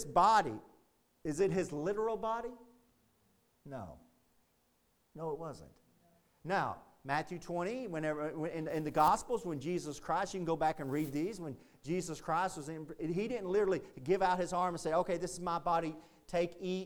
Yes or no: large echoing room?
yes